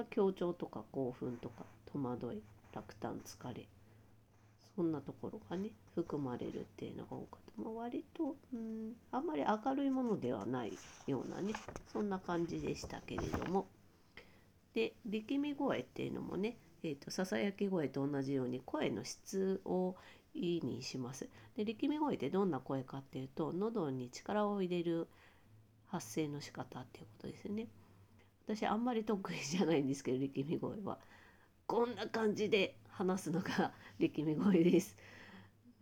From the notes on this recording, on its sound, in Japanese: 今日はワイヤレスイヤホンで収録したため、音量が小さくなっています。